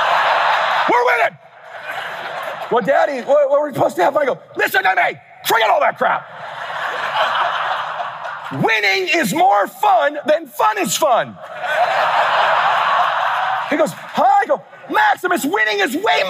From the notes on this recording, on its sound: Keynote Address at KWRI Family Reunion 2023 (Video Replay)